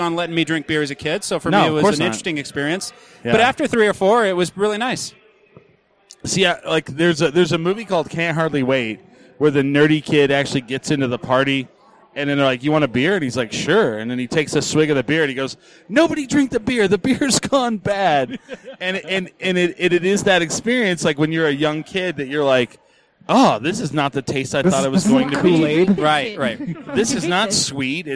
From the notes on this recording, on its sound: The gang records a show from The Alibi's Untapped.